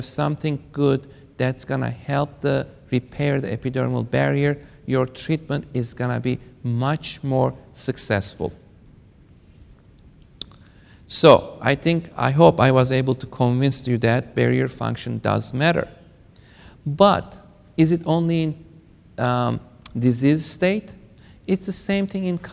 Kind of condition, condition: setting, live audience